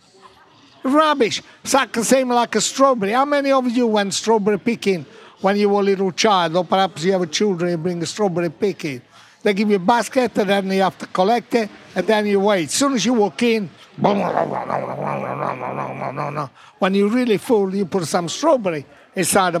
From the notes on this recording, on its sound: Recorded at the BBC Good Food Show.